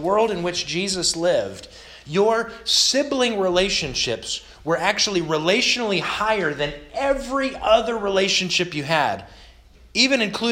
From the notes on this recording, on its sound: This sermon was delivered August 29th, 2021 to the Galena Bible Church